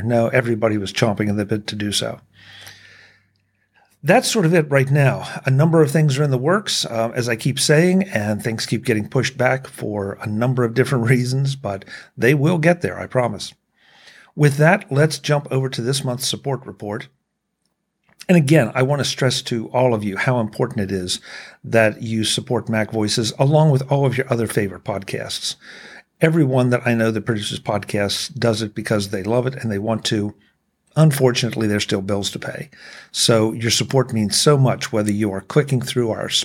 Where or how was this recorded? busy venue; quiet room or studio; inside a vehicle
quiet room or studio